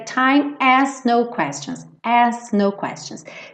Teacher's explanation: esse asks fica tão rapidinho que o K meio que dança junto